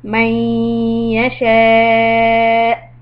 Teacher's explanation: with the idgham bi gunna, hold it, keep the nasal sound, and when you end on the hamza, give a little hiccup